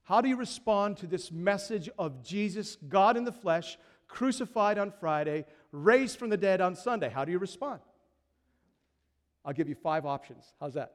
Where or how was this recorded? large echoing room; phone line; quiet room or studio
large echoing room